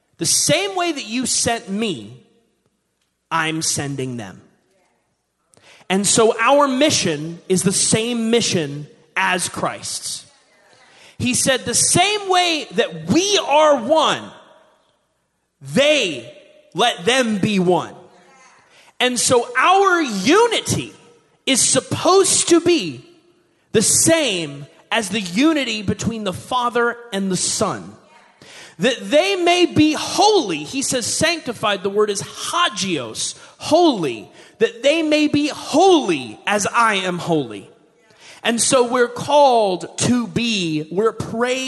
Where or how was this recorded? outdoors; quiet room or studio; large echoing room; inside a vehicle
large echoing room